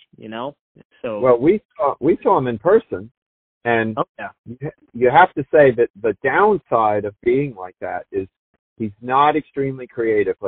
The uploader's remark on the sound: Phone Call